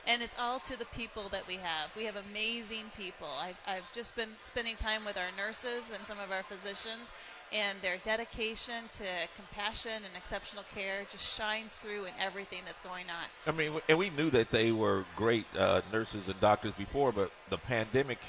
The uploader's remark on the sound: Live from the Parade Company Pancake Breakfast.